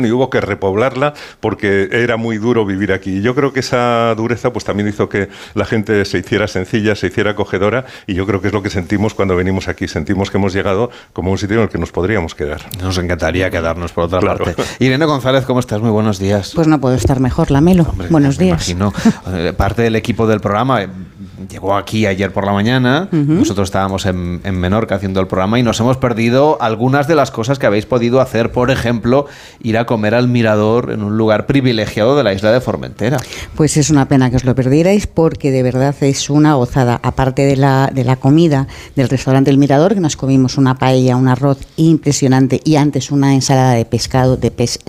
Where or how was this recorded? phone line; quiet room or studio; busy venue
busy venue